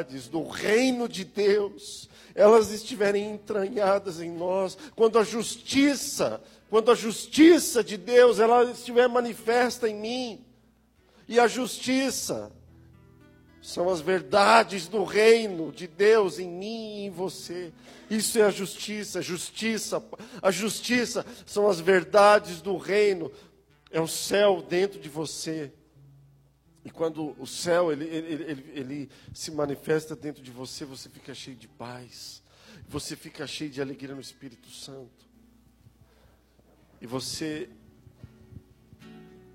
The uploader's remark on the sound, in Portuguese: Áudio de ministração presencial